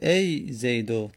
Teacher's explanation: ایا زیدو، هیا زیدو، مشخصه از لفظش که کاربردش به دوره. اما ای میبینیم که تمام میشه، کشش نداره، نمیتونیم کشش بدیم، یعنی مد نداره